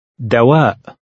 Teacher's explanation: Remember to pronounce the glottal stop at the end of the word.